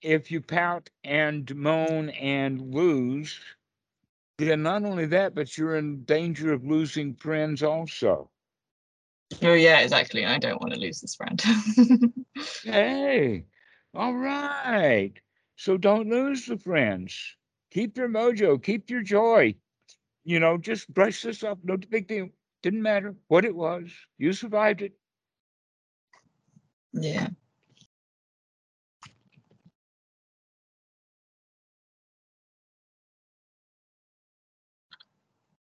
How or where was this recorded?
video call